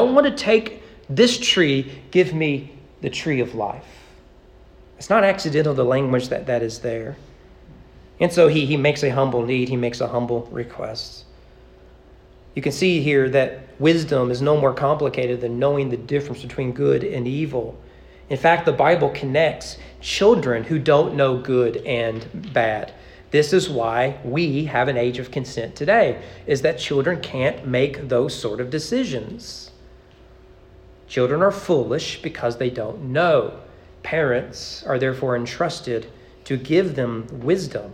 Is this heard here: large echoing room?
yes